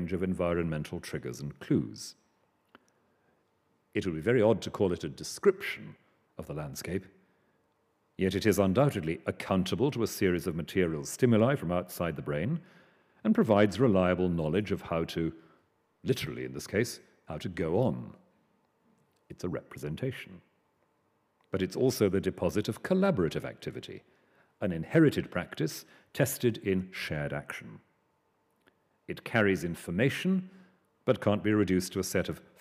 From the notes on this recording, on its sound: Recorded 11 November 2013 at the University of Edinburgh's New College.